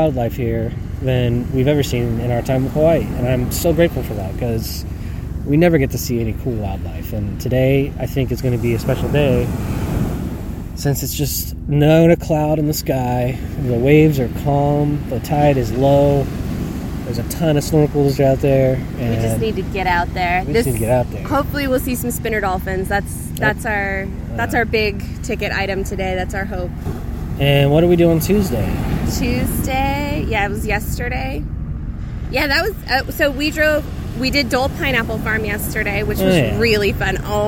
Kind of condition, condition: setting, outdoors